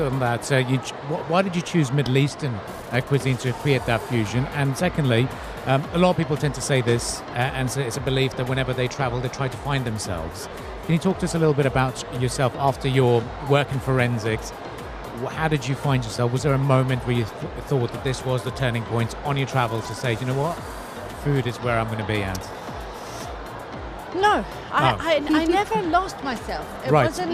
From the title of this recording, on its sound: Live at SIBF 2023